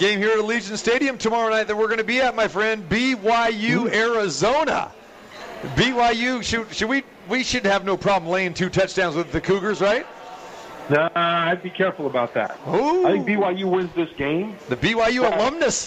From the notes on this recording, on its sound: we are back live from The Cosmopolitan of Las Vegas